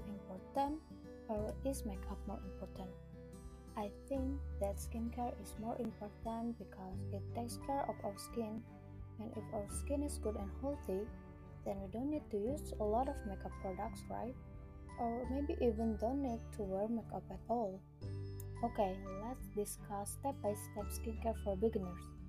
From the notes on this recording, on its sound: Cuz this is my first podcast, so I want to apologize if there are inconveniences for you while listening to this podcst such as inconsistent audio. Becarefull with the inconsistent audio !